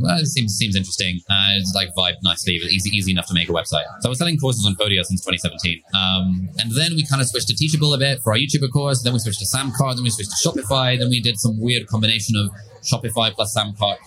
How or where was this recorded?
busy venue